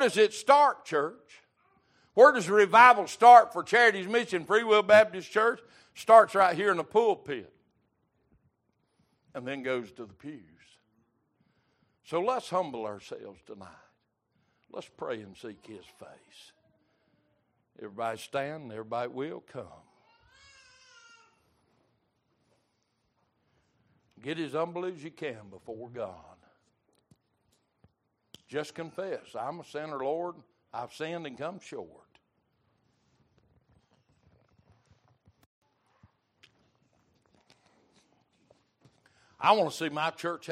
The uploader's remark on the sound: Recorded May 17, 2023 - Wednesday Evening Service